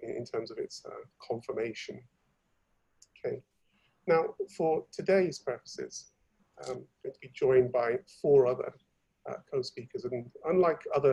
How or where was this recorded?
video call